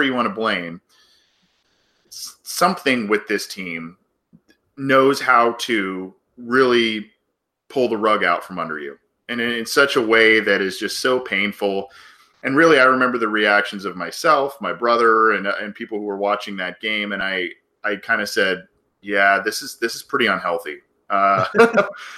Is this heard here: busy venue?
no